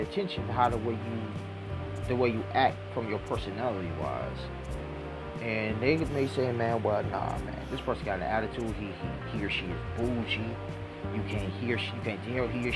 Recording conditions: sounds in the background